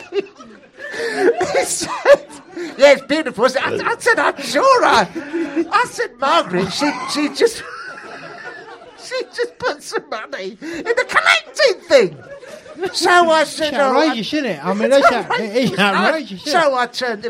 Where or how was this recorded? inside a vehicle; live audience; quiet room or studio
live audience